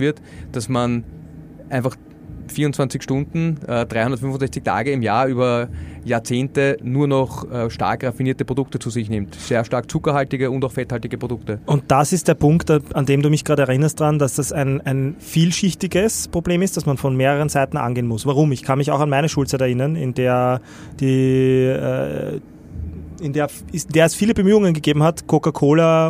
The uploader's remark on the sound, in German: In unserer Live Aufnahme am 4Gamechangers Festival